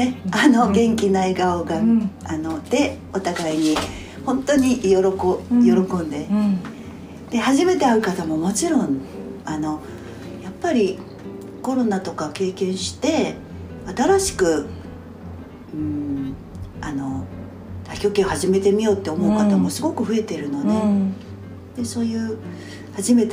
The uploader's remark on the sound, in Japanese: 実家のキッチンで話しました。食事の支度をしながらリラックスした録音です。いつもより笑い声がたくさん、録音状況のため聞きづらいところがあるかもしれませんが。